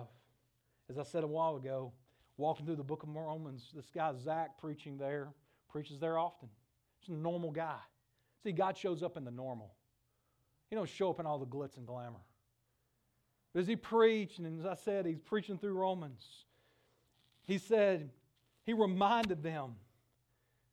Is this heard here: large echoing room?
yes